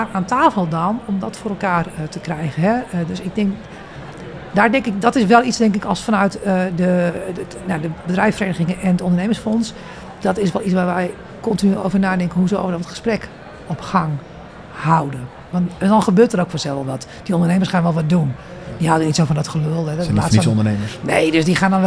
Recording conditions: busy venue